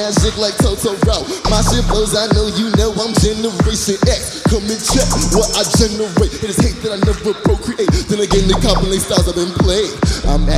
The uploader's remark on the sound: Live from SXSW